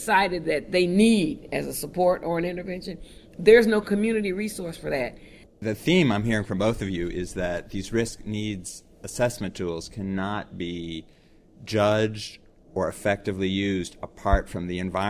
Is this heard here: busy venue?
yes